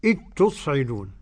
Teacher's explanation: مش بتائين كما يقول الآخرون، لا، بتاء واحدة مشددة